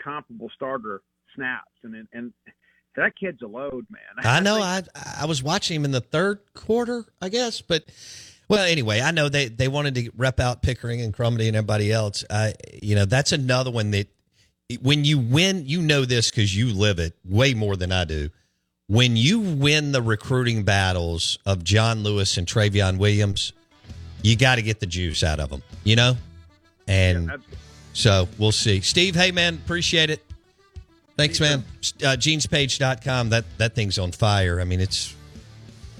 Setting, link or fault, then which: link, phone line